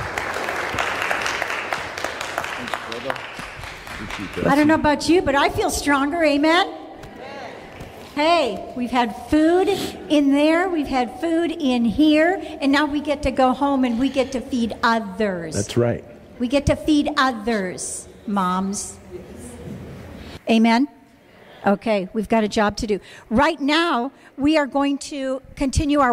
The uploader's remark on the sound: This is a live sermon preached at Sacramento First Church of the Nazarene Mother's Day 2019.